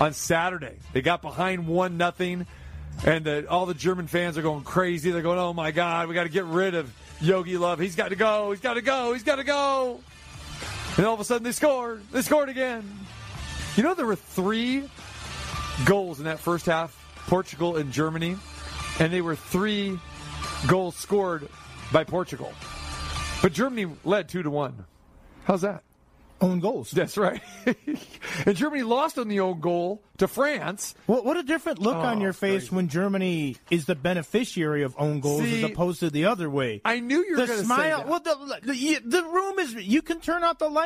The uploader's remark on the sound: We Hear a Collection of Clips and Phone Calls